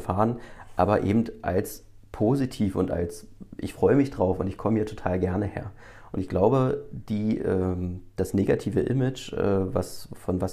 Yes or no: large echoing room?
no